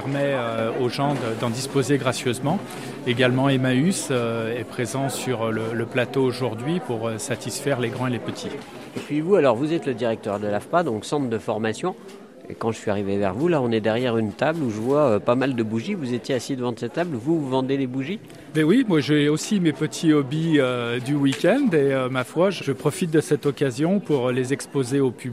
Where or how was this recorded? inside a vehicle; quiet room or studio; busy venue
busy venue